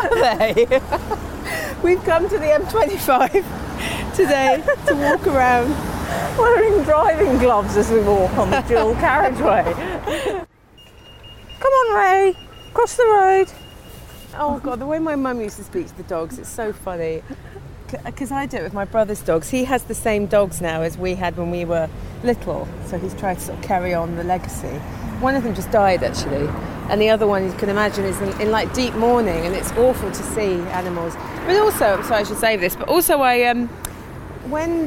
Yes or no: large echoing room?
no